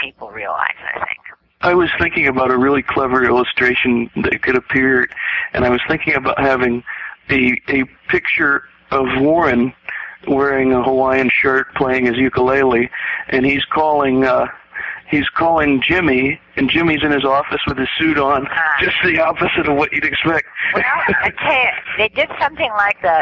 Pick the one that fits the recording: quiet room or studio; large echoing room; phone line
phone line